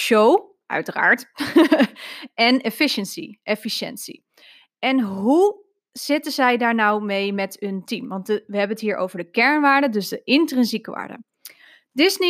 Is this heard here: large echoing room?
no